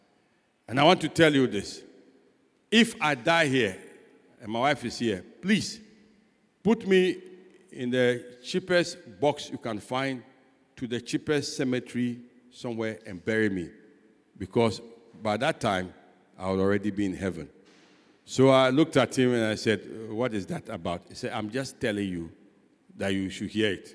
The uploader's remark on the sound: Sermon preached at CBC Shiashie Campus